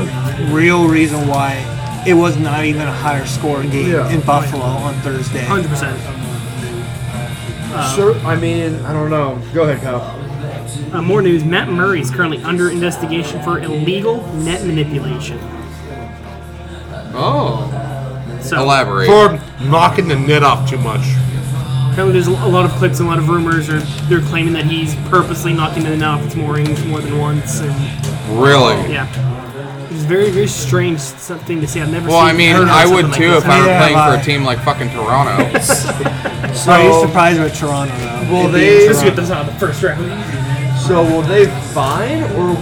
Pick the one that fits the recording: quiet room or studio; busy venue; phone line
busy venue